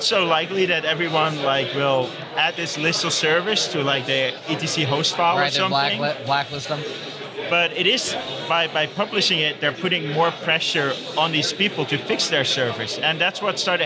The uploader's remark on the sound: recorded at OSCON London 2016